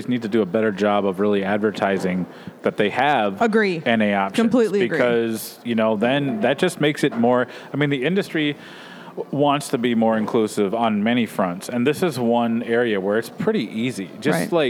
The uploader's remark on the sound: All this was recorded in the friendly confines of Town Hall Brewery in Minneapolis.